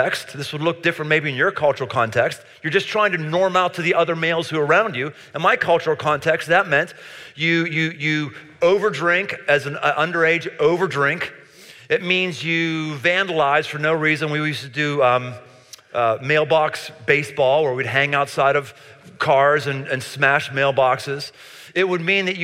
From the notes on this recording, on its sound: Live in Cincinnati. Near the campus of the University of Cincinnati.